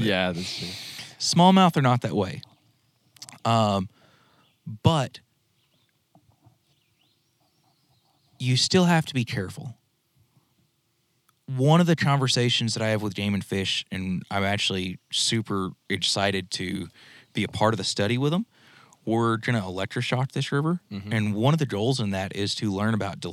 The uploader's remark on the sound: We hit the water and sat riverside